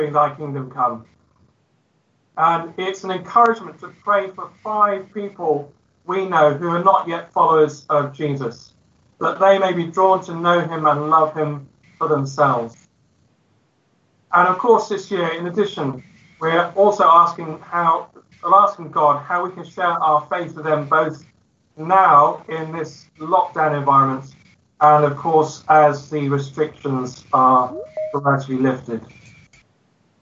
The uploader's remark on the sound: Christ Church, Bayston Hill (UK)